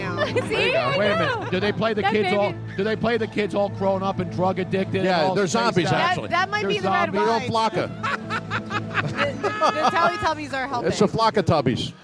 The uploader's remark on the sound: We are LIVE at XFinity Philadelphia for the Red Carpet Premiere.